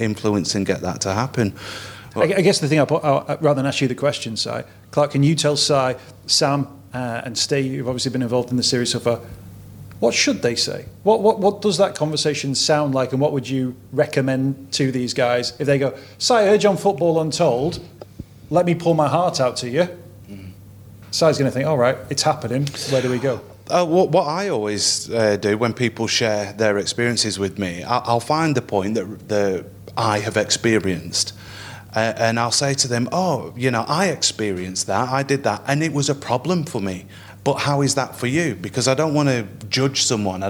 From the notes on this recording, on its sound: In this week's episode we host a live Q&A event at the top of the Radio City Tower in Liverpool. The panel taking questions from our live audience.